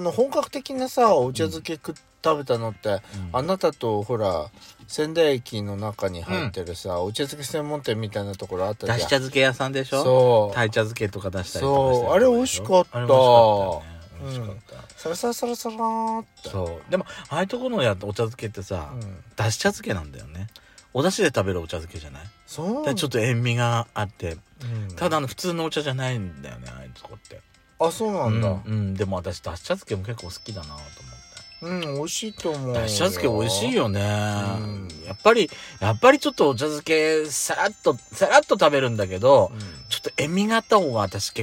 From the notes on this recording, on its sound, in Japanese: From Radiotalk。パーキング収録。